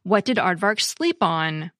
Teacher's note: This is true even when a preposition gets stranded at the end of a sentence, as in, "What did Aardvark sleep on?" The verb sleep gets stressed, but the preposition on doesn't.